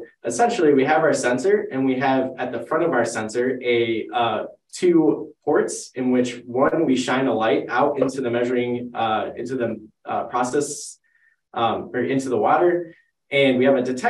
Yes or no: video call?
yes